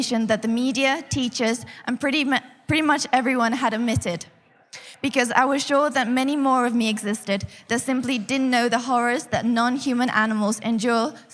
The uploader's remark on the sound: live at Reading Vegan Festival 2019